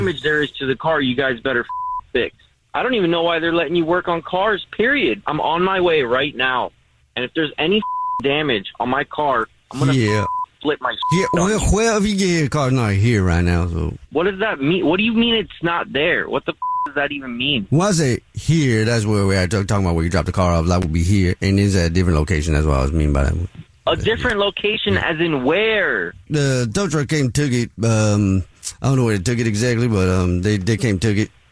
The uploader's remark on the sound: phone prank style